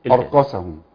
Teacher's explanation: ممكن تفخم الهمزة وايضا الكاف تتحول لقاف والمعنى طبعا هتغير تماما